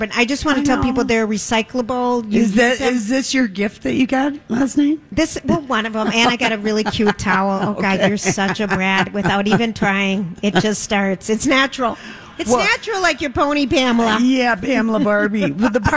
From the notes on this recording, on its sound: Live from Hammernicks flooring solutions for their final 2023 Santa Stop